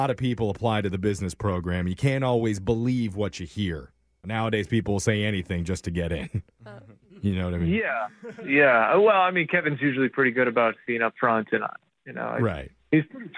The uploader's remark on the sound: Today we’re Phone Tapping a guy whose brother is applying for post grad schools and put him down as a reference.